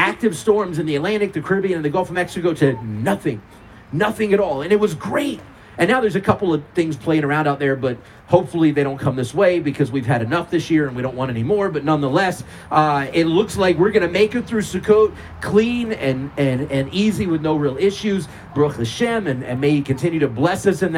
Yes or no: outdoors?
yes